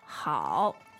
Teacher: The third tone is actually quite challenging for a lot of people. Okay. Because it falls and then it rises. Mm-hmm. But one of the really important things about the third tone is it has to hit that low point.